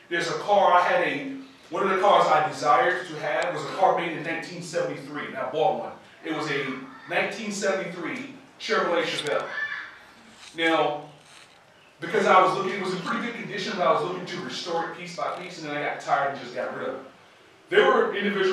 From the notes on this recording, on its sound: This recording was made at Sichuan University